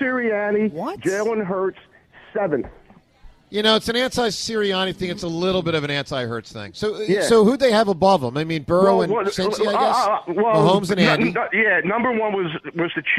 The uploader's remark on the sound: LIVE In Sea Isle. With the WIP Morning Show.